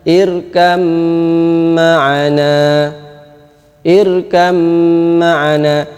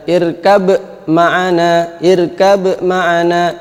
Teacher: Ini kalau huruf pertama hilang sama sekali enggak kelihatan, itulah disebut dengan idgham kamil atau idgham dengan sempurna. · Shown in: first take